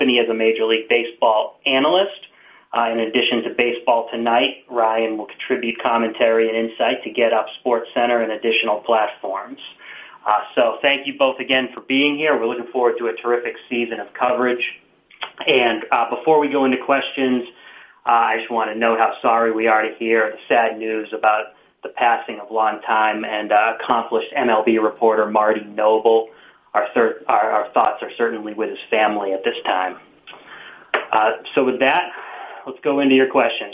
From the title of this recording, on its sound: MLB Conference Call